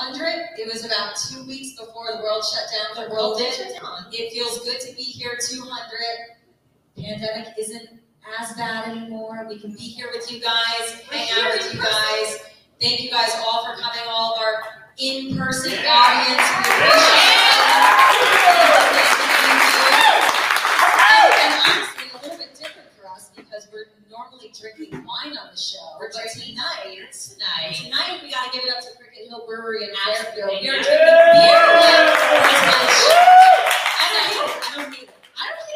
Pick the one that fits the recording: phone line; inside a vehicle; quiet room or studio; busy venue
busy venue